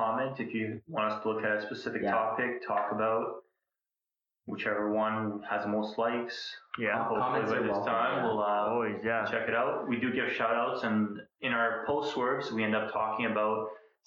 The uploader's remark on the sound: APOLOGIES FOR THE TERRIBLE AUDIO WITH THIS ONE